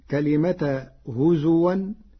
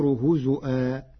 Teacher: قرأ ورش كلمة هزوا بهمز الواو فتصير هزؤا · Shown in: second take